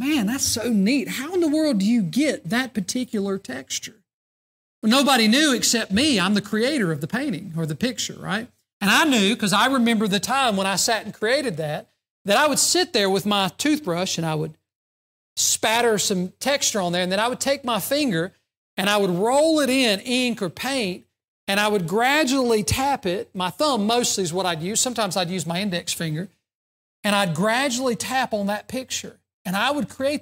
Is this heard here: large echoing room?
yes